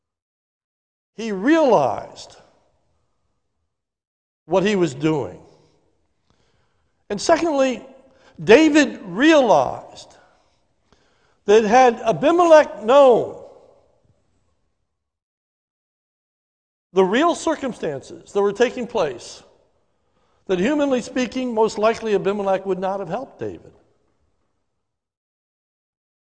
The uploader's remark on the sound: This is a sermon recorded live at the Lebanon Bible Fellowship Church in Lebanon, PA on 2/14/2021 during the morning service